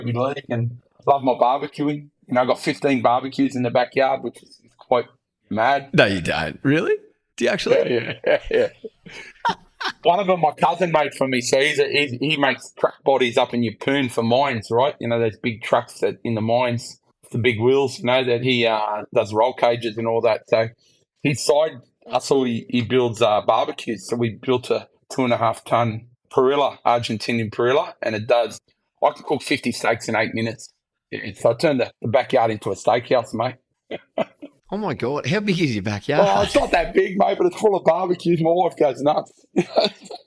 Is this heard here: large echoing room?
no